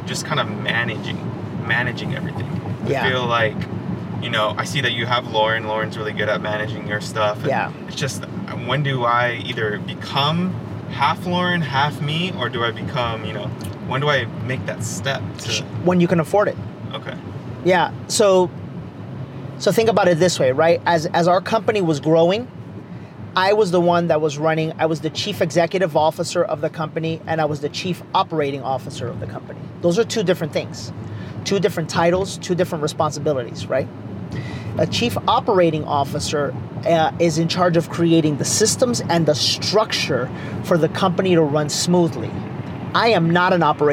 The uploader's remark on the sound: were in the car